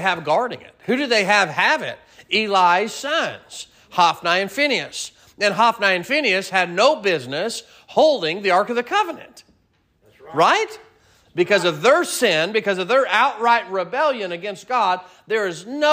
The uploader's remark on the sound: Sermon preached at Mid County Baptist Church